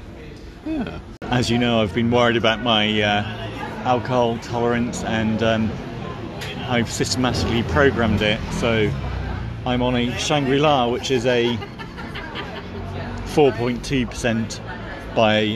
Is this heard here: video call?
no